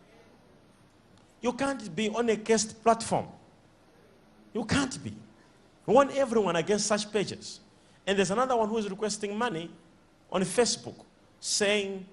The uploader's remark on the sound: SUNDAY LIVE SERVICE